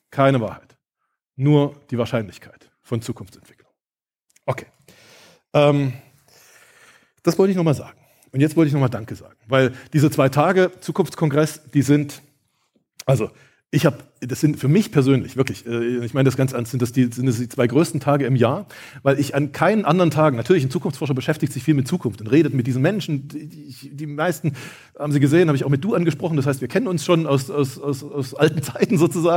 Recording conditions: live audience